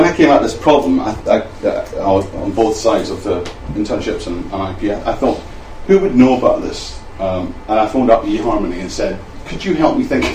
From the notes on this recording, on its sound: speaks at SRHE Enterprise and Work-based Learning Network